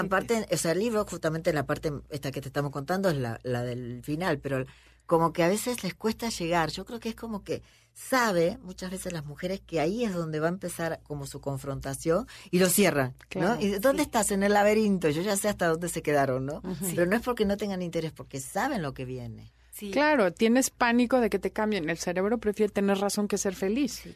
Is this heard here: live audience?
no